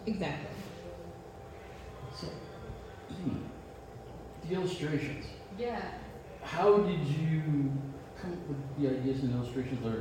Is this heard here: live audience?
yes